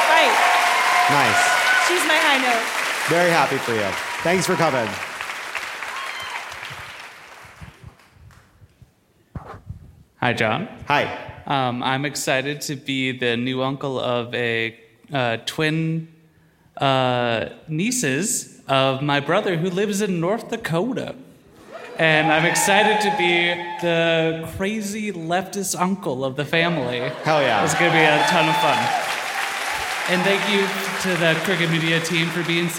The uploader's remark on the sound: Live from Seattle!